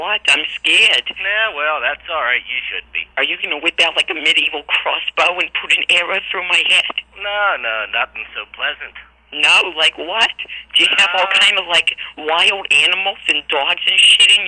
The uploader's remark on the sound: RBCP's Personal Prank Phone Calls Collection